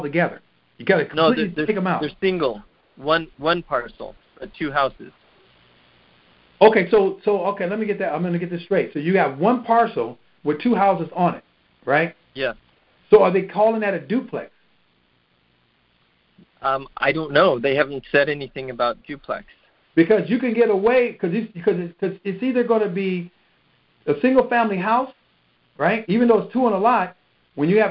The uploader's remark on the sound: Gold Club Q&A Call